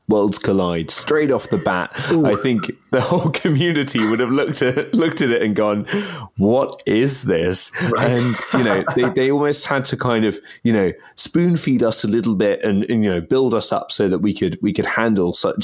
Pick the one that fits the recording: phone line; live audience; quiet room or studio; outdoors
quiet room or studio